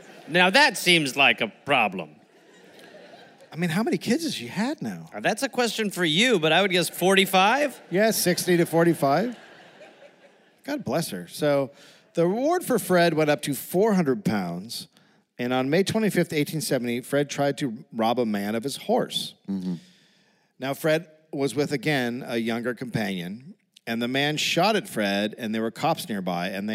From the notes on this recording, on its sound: Recorded live in Brisbane.